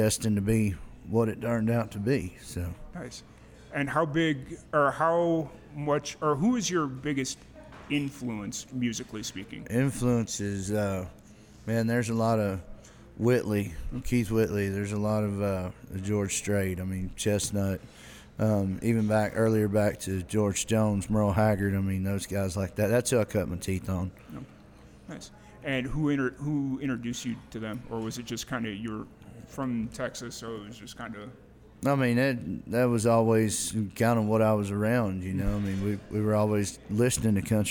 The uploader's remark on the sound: Live at the Liberty.